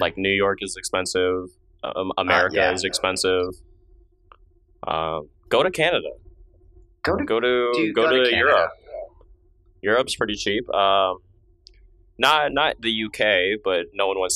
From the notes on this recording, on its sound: This first episode had some audio issues